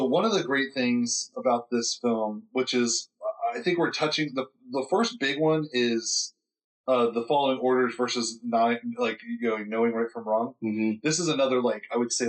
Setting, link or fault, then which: fault, poor sound quality